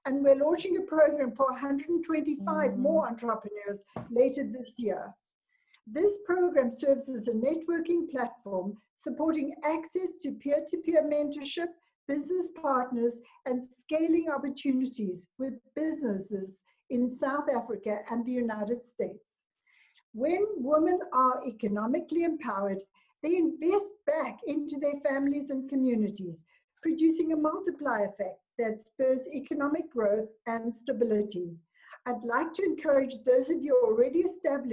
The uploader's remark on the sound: A zoom conference by the African Tourism Board. A zoom conference by the African Tourism Board.